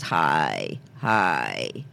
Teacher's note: you're squeezing the air, and there's a tightness. · Term: vocal fry